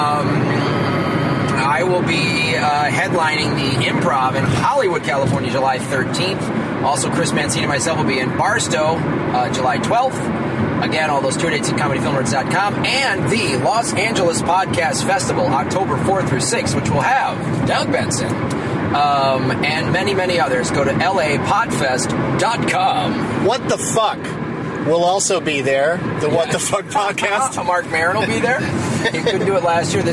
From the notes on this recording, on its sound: From a rental car driving to Boston